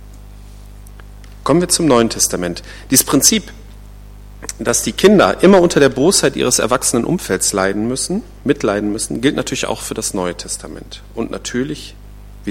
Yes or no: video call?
no